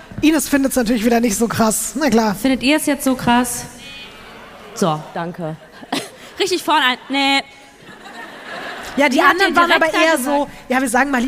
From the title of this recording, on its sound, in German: LIVE in Frankfurt am Main